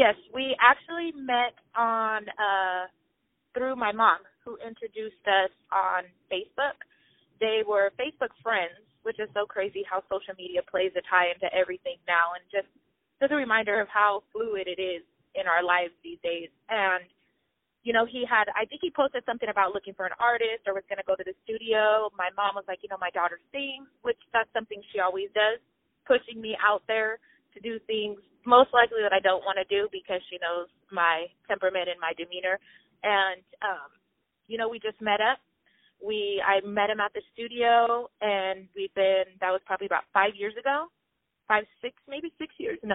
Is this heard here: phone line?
yes